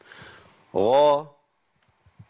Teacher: الغين من حروف ايه؟ من حروف الحلق اللي بتخرج من الحلق